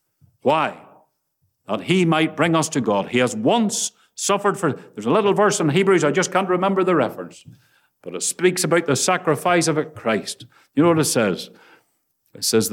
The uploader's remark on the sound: Listen to the Gospel Audio from Ballyclare Gospel Hall.